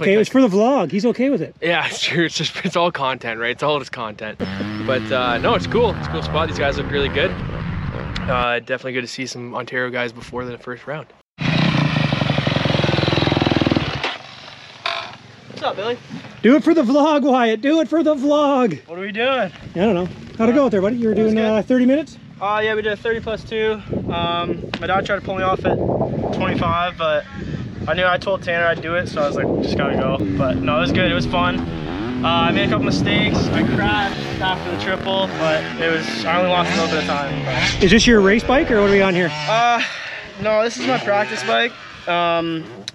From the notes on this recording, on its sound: Walk and Talk - Vision Built Track. As they put in motos at Vision Built Tracks outside Putnam, Ontario, Canada.